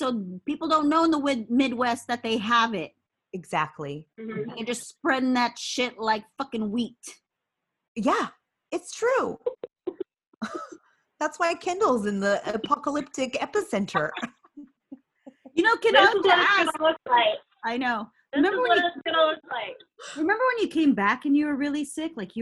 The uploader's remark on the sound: We are still under Stay-at-Home protocol due to Covid_19, so instead of being in the studio, we take to Zoom to record this episode. In this pre-recorded show.